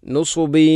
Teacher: അവിടെ തൻവീനിനെ യയിലേക്ക് കൂട്ടി ലയിപ്പിച്ചുകൊണ്ട് ശദ്ദില്ലാത്ത രൂപത്തിൽ ഉന്നത്തോടുകൂടി ഓതണം · Term: ഗാം നാഖിസ്